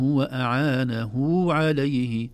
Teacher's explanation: أعانه كأنها هاء وبعدها واو، هذه يسمونها هاء الصلة